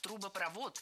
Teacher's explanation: Ударение в этом слове ставим на последний слог и ориентируемся на исходный глагол.